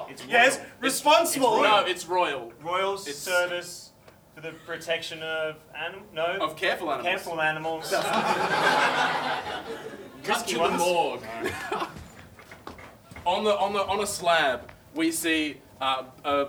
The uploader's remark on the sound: Recorded LIVE at The Factory Theatre during the Sydney Fringe Comedy Festival.